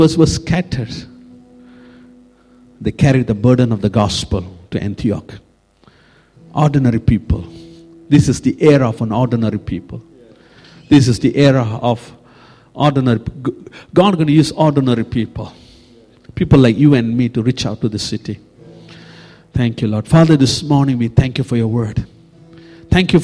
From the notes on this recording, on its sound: Recorded at freedomcentre church, Preston